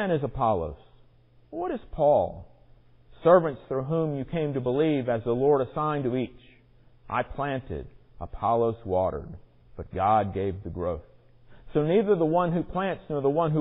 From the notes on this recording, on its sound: Recorded at Mount Pleasant United Presbyterian Church on February 16, 2020